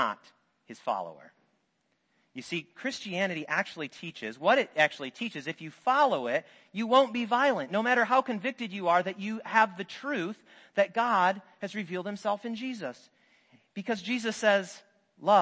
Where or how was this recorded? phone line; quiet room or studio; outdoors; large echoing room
large echoing room